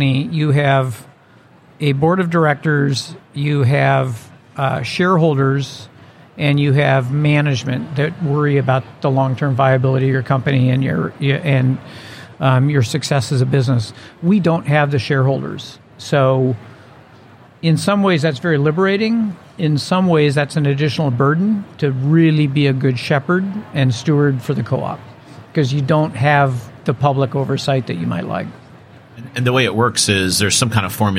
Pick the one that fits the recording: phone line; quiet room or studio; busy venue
busy venue